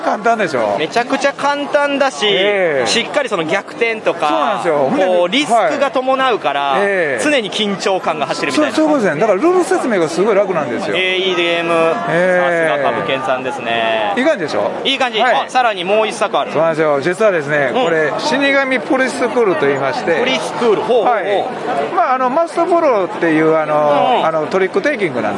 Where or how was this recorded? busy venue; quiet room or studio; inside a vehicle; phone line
busy venue